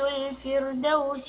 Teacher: طبعا الراء مرققة، الفر ساكن وما قبلها مكسور وليس بعدها حرف استعلاء فترقق، والكسر أصلي.